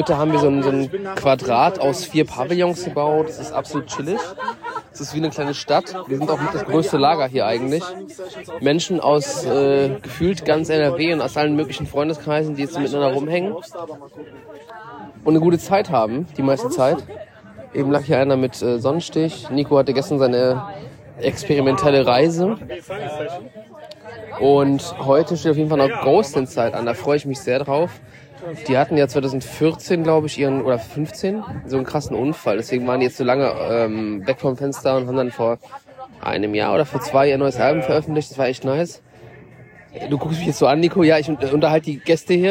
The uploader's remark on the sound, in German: Live vom Jera On-Air Festival. Am letzten Tag des Jera On-Air Festival geben wir euch ein kleines, mit dem Handy produziertes Update.